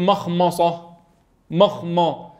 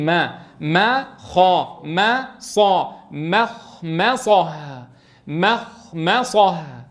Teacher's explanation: وحاذرا تفخيم الميم الأولى والثانية من مخمصة · Shown in: second take